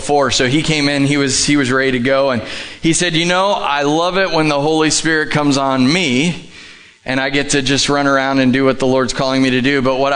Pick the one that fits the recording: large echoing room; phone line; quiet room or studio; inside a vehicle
large echoing room